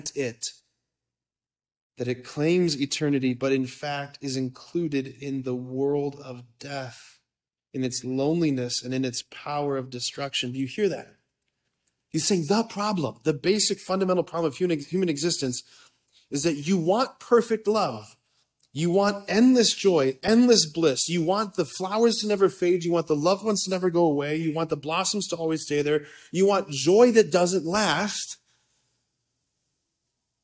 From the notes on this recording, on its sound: preached this homily on May 19, 2023 at a Date Night hosted at Sacred Heart of Jesus Catholic Church in Wadsworth, OH.